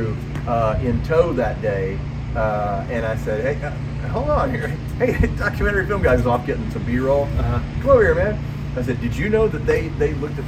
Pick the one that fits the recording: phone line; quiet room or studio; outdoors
outdoors